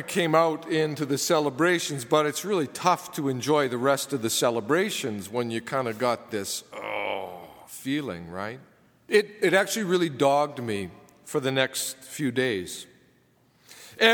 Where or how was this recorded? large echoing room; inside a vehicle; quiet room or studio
large echoing room